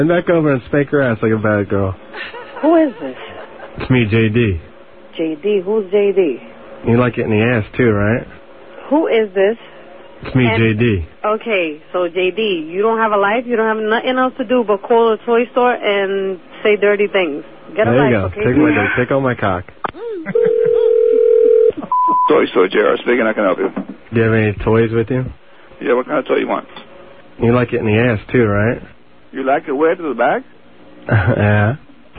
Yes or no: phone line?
yes